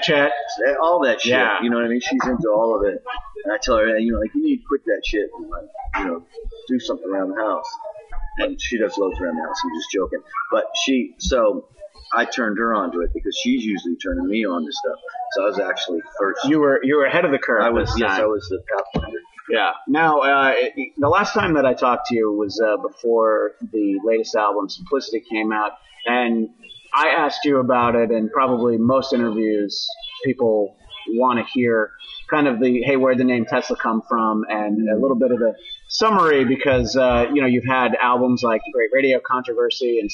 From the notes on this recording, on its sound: all efforts have been made to provide the best quality audio for this episode, but, it will not deliver the high-quality audio you've come to expect from the Bladtcast